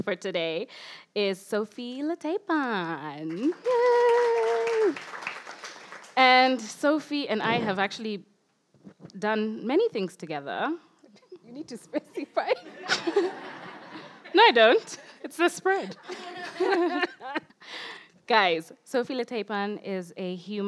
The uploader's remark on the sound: Our first ever live recording of The Spread